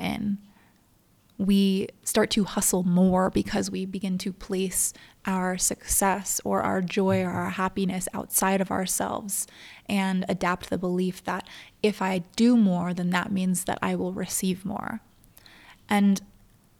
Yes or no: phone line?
no